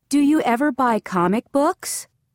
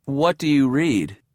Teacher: Notice how we use rising intonation with yes-no questions and falling intonation with WH questions.